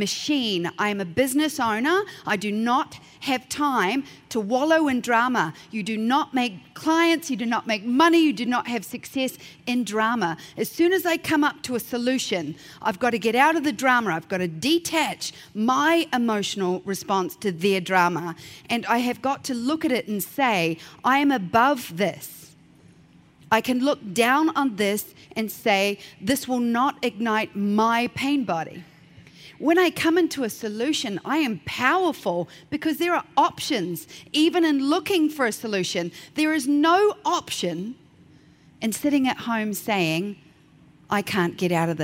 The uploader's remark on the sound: keynote at the 2019 Portrait Masters Conference